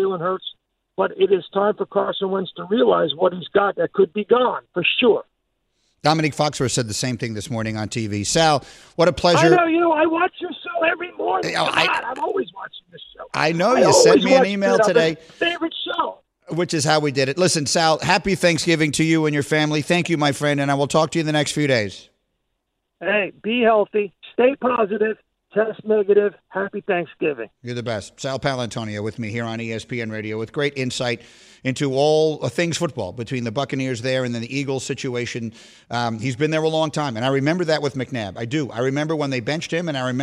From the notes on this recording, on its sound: We open the phones and allow for the Airing of Grievances... In which a special caller from the past called in.